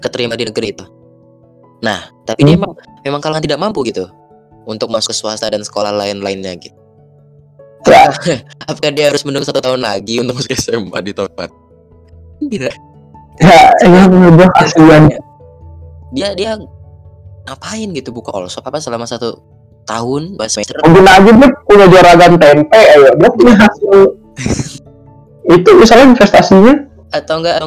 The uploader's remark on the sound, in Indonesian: maaf banget sound kami masih tidak layak